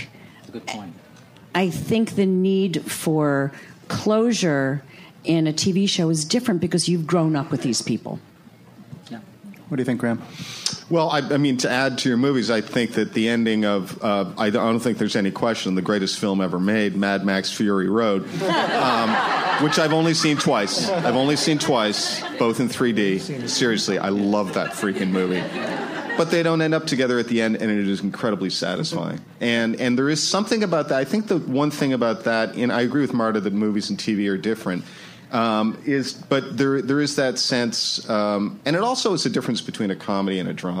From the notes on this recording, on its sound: “Final Finale” panel from ATX Television Festival. Recorded at ATX Television Fest in June 2015.